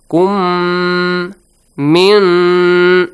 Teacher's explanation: Pronounce it with like two counts. Kum min, again nun mushaddad, idgham, merge the sound and nasal sound.